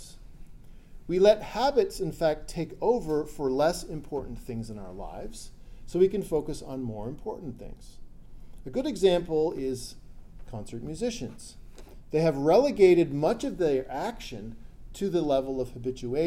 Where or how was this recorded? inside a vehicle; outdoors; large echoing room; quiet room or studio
large echoing room